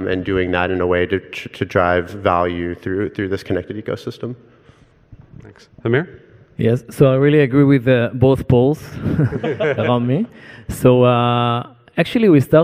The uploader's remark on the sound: First recorded at the 2019 PODD: Partnership Opportunities in Drug Delivery conference. A panel of Connected Health leaders in the industry provide their views.